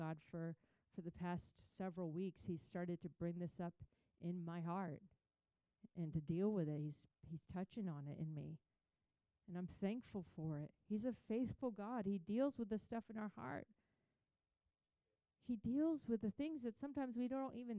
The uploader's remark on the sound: Recorded on April 16, 2023 at Crossing Life Church in Carmel, ME.